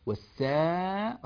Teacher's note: رققنا الألف لأن قبلها سينا مرققة